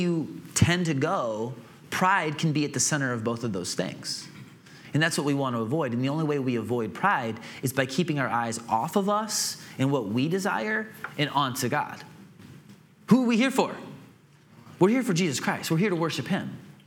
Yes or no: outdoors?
no